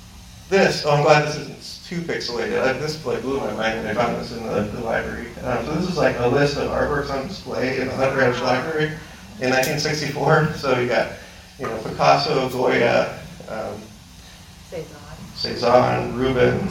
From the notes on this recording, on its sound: The audio is not great, and is sometimes hard to hear what is said, after this episode the audio will now be more coherent. We've figured out how to fix some audio issues.